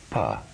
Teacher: Fifth position, labial, lips, hard unaspirated, pa, hard aspirated, pa, soft unaspirated, ba, soft aspirated, ba, soft nasal, ma.